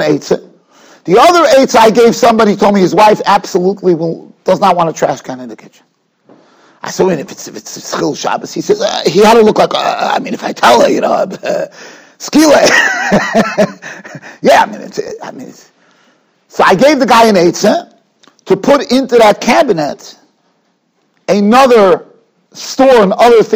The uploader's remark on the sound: Shiur recorded in Yeshivas Ohr Reuven, Monsey, NY.